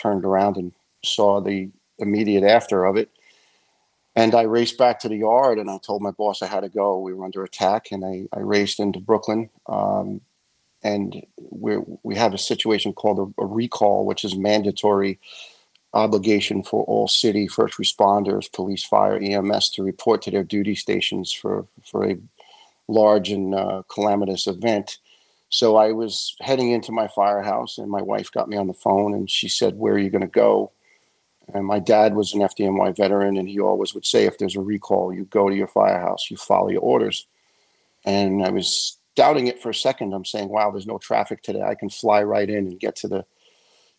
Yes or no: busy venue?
no